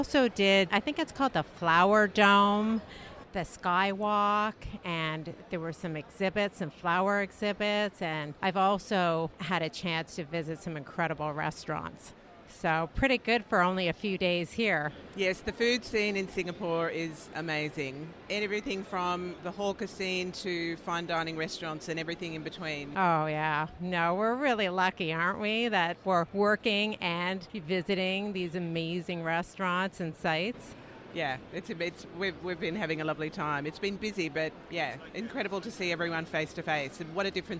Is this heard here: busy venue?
yes